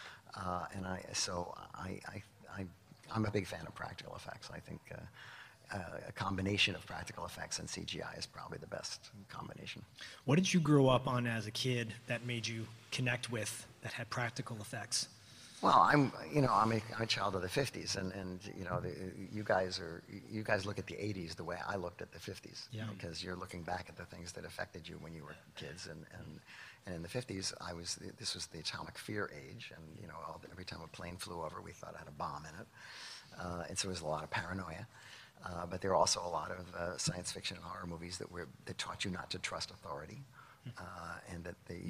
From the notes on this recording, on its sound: live from Los Angeles Comic Con!